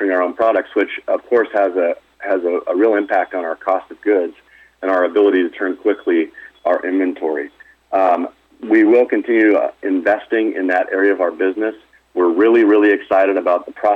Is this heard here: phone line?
yes